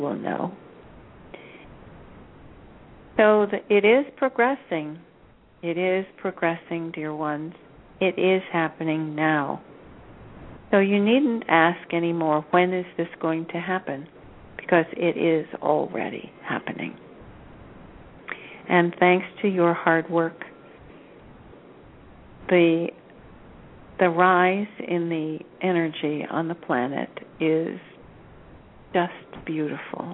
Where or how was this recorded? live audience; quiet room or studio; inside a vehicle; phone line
phone line